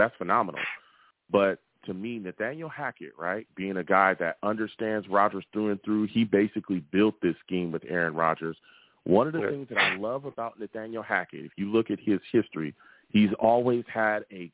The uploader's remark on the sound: I take live callers!